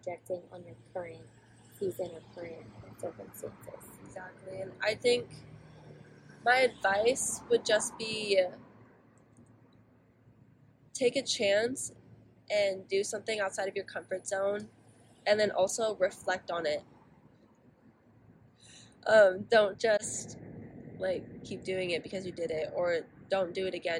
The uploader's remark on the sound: Excuse the background noise